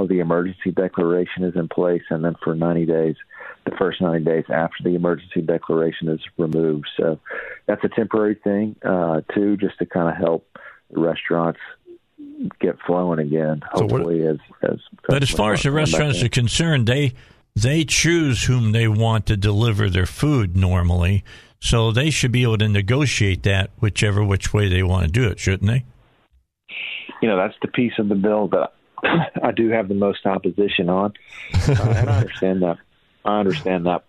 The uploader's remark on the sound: a few surprise guests call